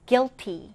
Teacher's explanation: 우리 다음 단어로 가보겠습니다. 첫 음절에 강세를 두고요